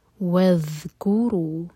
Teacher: ذال کے لیے ہماری زبان اوپر والے دانتوں کو ٹچ کرنی چاہیے اور تھوڑی سی ٹپ باہر ہو، یہاں پر زا کا ساؤنڈ نہیں آئے گا، ذال ہے.